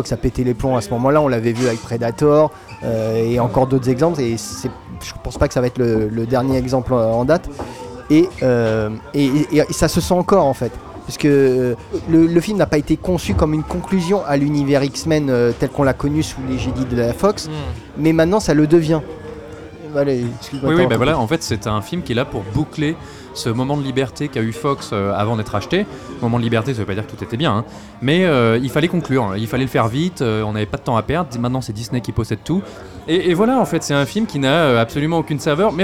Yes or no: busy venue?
yes